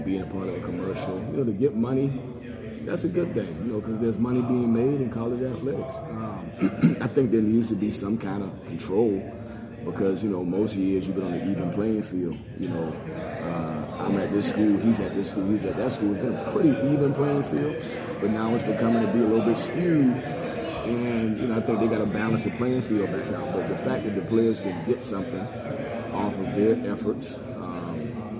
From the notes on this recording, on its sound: during the ACC Tipoff event in Charlotte, North Carolina October 12